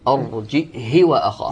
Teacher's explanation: ابن ذكوان يقرأ بالهمز الساكن مع كسر الهاء وقصرها